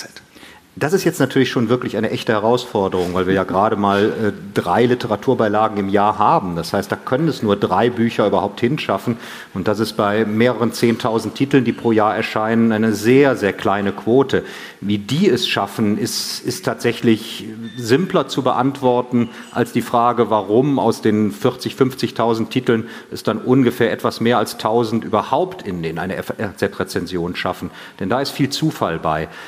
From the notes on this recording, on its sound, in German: Hatten zudem die seltene Gelegenheit, auch ein Live-Publikum zu Wort kommen zu lassen. Auf dem Podcast-Festival auf dem F.A.Z.-Kongress "Zwischen den Zeilen".